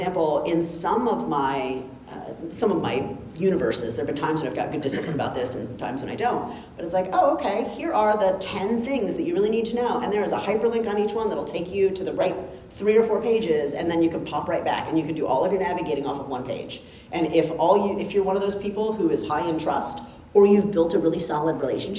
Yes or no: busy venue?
yes